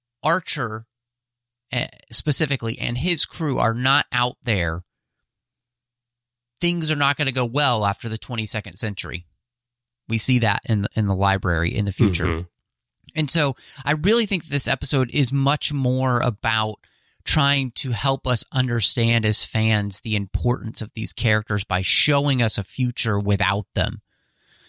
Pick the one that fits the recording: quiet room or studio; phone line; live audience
quiet room or studio